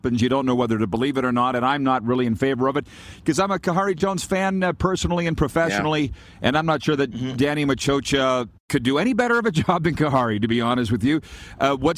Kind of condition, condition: setting, busy venue